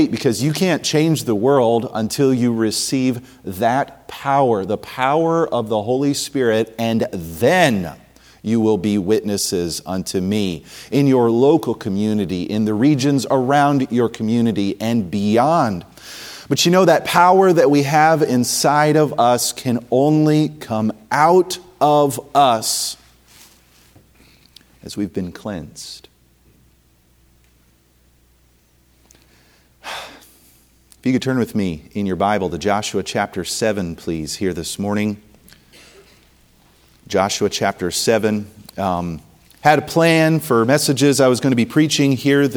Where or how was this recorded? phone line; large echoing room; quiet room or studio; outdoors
large echoing room